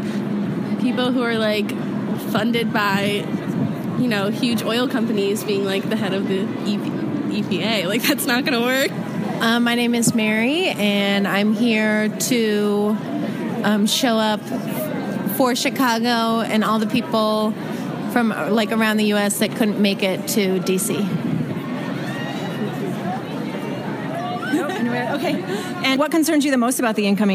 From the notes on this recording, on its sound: Audio from the Women's March. Shares highlights of audio from marchers she interviewed.